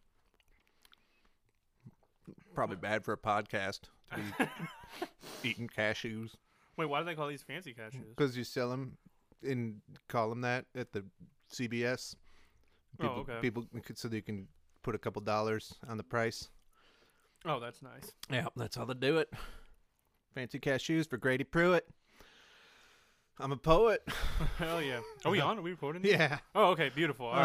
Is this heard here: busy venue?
no